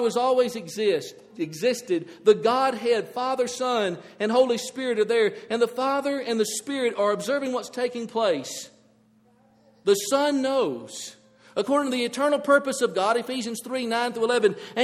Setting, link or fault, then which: setting, large echoing room